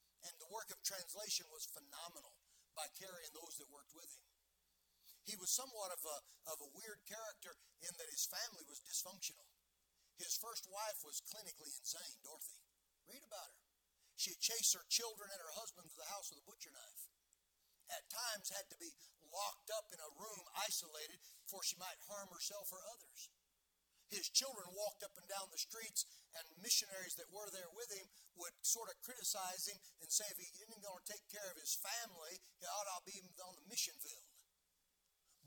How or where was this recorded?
large echoing room